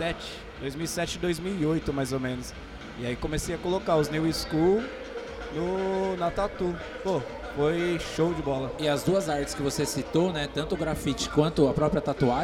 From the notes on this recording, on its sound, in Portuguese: Eis o 3º e último programa especial gravados diretamente da III Mogi Expo Tattoo, o maior evento de tatuagens e piercings do Alto Tietê.